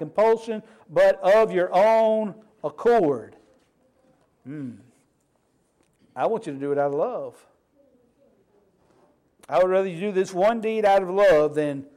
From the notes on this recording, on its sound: Sermon Preached on 7/23/23 at the Snowdown Church of Christ